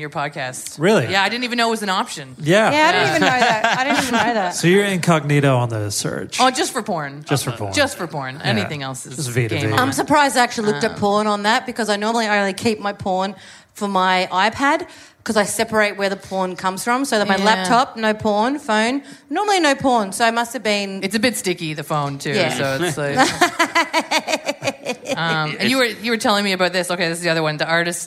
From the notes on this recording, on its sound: Live in Perth! A killer live episode.